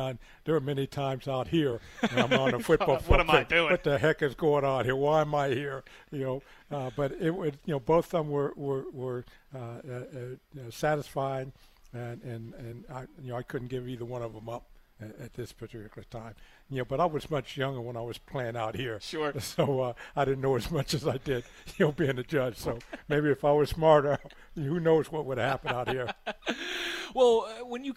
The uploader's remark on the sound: Live from Steelers Camp Day